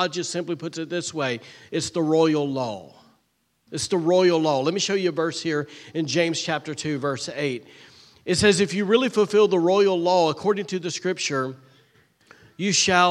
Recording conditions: large echoing room